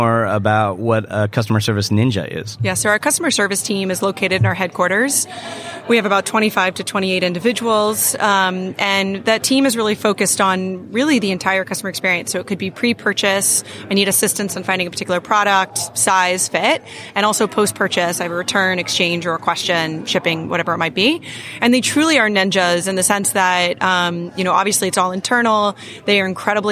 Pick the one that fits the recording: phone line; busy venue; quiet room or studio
busy venue